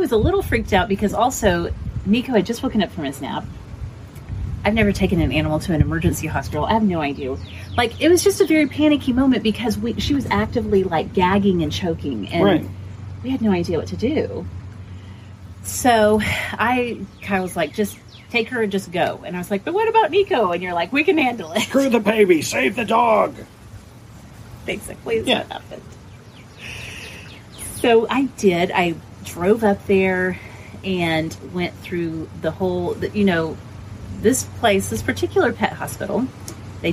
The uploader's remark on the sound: background noise conquers the day’s effort